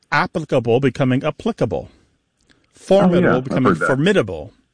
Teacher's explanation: words that have previously been stressed on the first syllable are becoming stressed on the second syllable